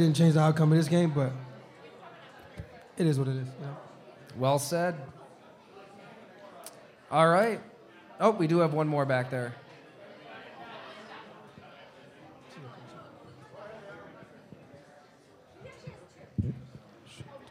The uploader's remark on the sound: live from Mister’s Bar & Lanes in East Aurora, N.